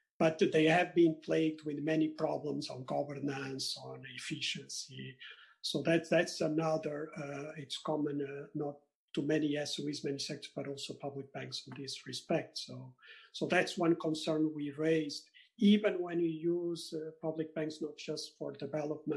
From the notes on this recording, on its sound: The Peterson Institute for International Economics (PIIE) held a virtual event